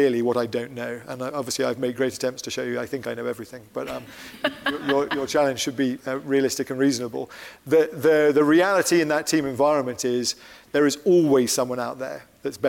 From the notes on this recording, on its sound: This episode was recorded live in front of an audience at the Brilliant Minds Showcase in London.